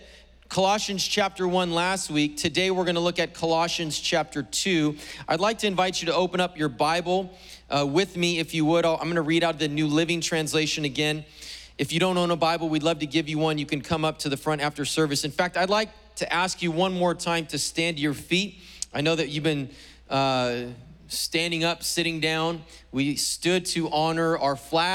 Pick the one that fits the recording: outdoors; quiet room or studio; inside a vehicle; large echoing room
large echoing room